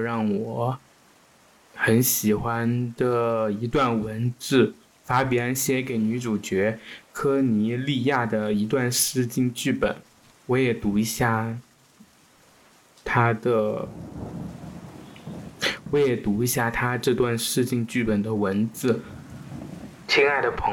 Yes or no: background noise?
yes